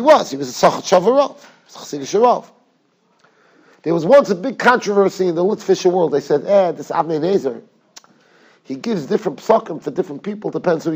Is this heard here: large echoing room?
yes